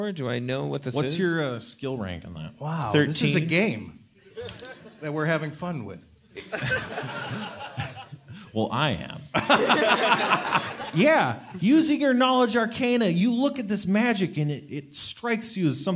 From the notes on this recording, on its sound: Live podcast in Seattle to a powerful crowd. LIVE from Seattle 2014.